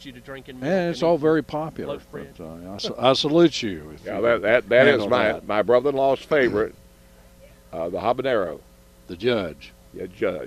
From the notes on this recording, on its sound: Broadcasting live from the NC Wine Festival.